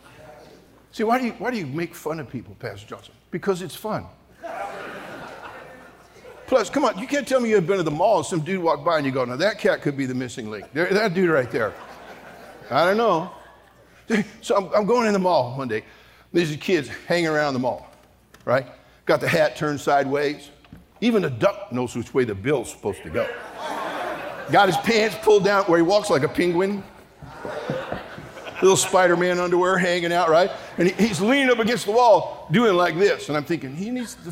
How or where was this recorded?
live audience